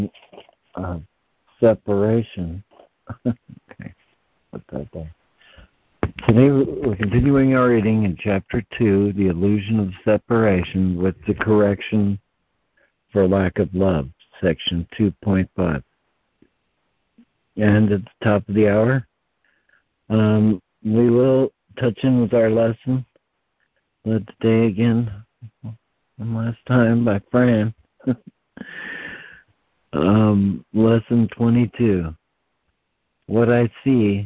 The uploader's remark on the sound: ACIM Daily Conference Call